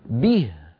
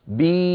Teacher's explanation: لو طولتها بي تولد ياء عربية فصيحة صحيحة · Term: كسرة صحيحة